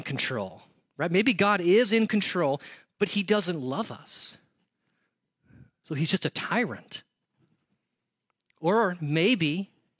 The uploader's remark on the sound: audio from New City Church in Champaign-Urbana, IL